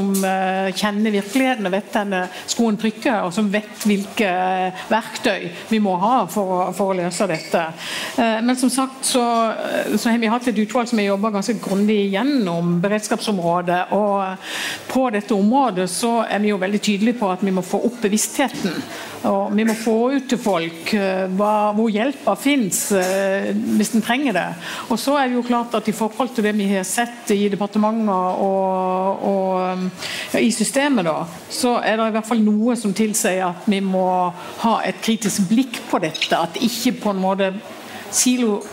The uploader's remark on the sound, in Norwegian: Under Arendalsuka samlet Atea et panel